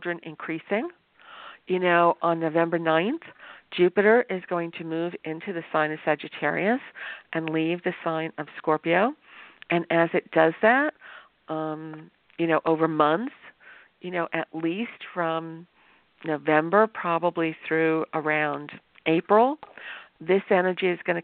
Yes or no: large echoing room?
no